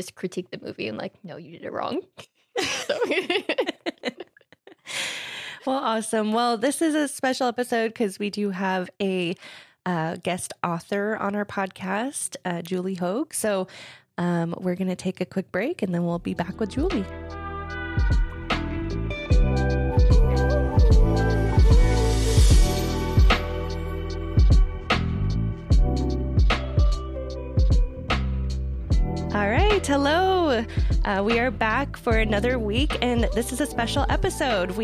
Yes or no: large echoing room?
no